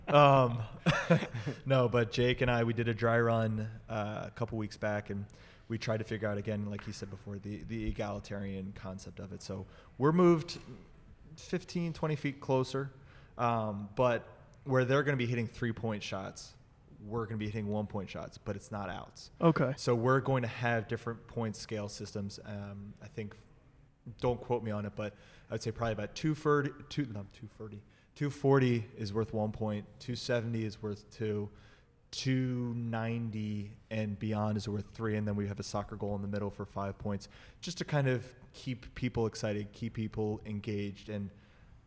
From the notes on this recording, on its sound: Tonights episode was recorded at Dead Armadillo Brewery at 4th and Peoria.